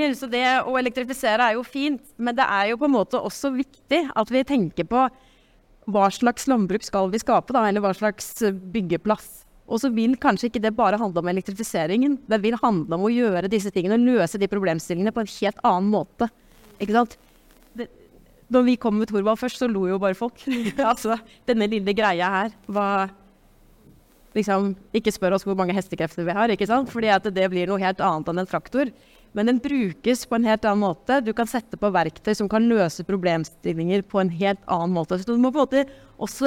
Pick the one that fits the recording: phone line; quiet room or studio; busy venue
busy venue